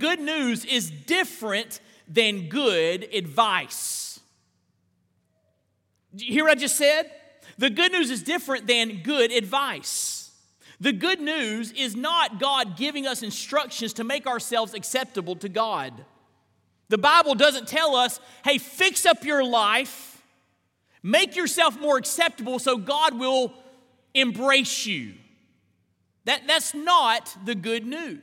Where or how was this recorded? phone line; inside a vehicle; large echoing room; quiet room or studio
large echoing room